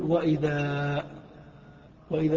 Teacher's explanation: يوقف عليها بالألف لا بالنون في قراءة كل القراء